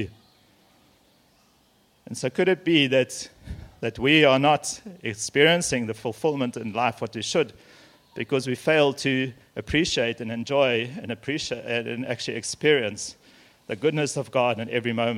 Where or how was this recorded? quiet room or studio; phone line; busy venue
busy venue